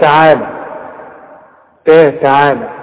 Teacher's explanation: مش انت شايف ان التاء مرققة